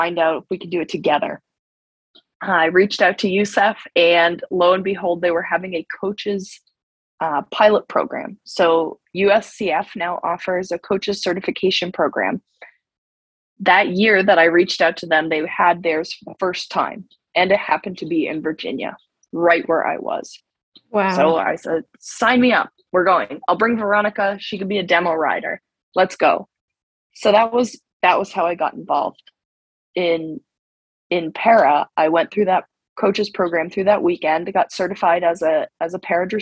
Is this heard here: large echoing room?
no